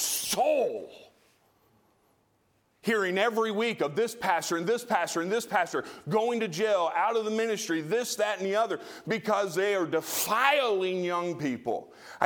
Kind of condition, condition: setting, large echoing room